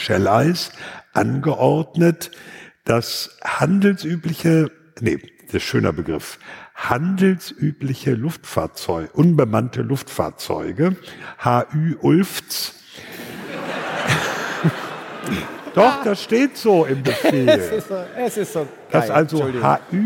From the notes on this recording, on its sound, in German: Live vor Publikum im WDR Sendesaal in Köln.